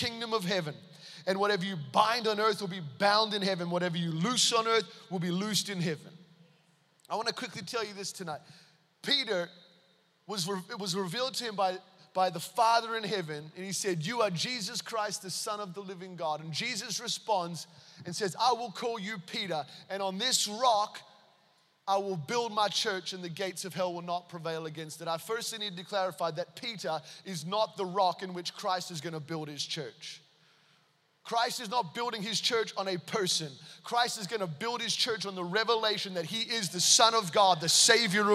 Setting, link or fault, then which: setting, large echoing room